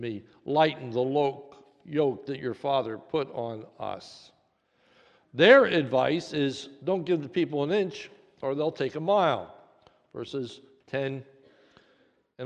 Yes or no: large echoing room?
yes